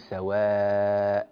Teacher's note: كذلك نعم هنا ننبه إلى الوقف على كلمة سواء، هذه الهمزة منونة بالفتح، فإذا وقفنا عليها نقول سواء، هذا مد عوض عن التنوين